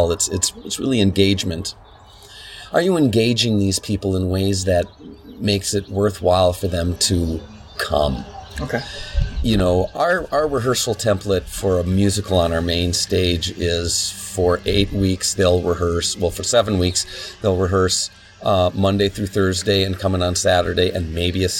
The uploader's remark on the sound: We had an amazing conversation on his back deck, the excessive noise from being outdoors is unfortunate.